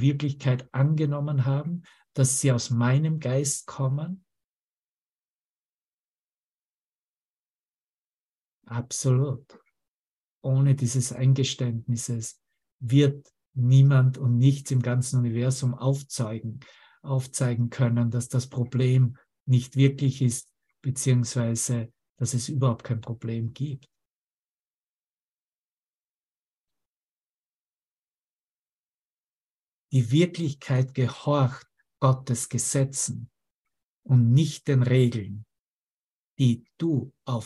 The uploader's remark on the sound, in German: Zoom-Session. Veranstaltet von der Aleph Akademie.